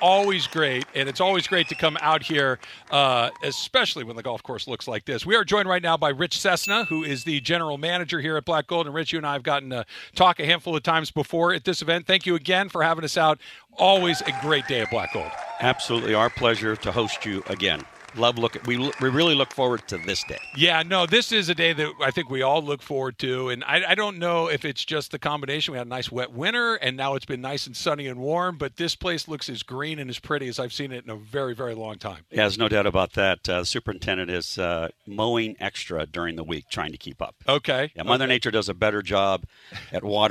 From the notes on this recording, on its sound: LIVE from the ESPN LA GOLF CLASSIC in Yorba Linda at the Black Gold Golf Course